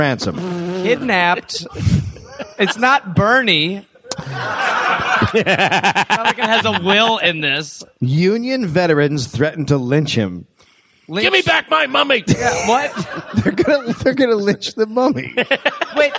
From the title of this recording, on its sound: Live